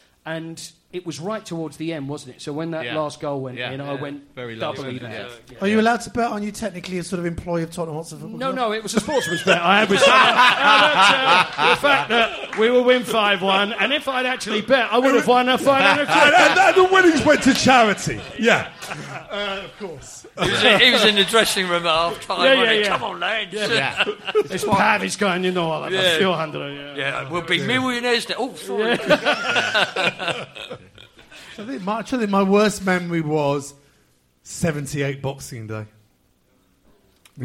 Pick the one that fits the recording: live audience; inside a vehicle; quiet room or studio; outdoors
live audience